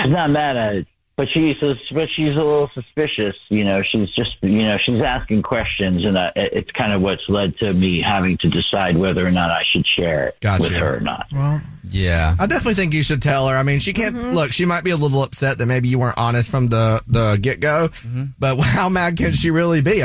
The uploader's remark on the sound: We have a listener on the phone who wants to tell us a Dirty Little Secret.